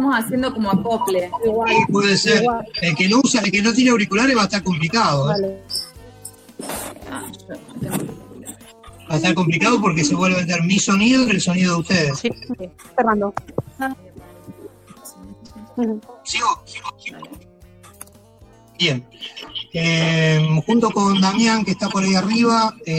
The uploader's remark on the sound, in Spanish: La hicimos usando #jitsi. Juntada Virtual.